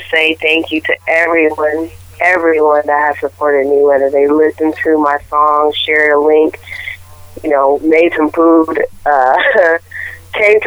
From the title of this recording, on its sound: Phone Interview